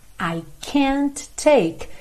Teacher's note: Junta o T do can't com o T inicial do take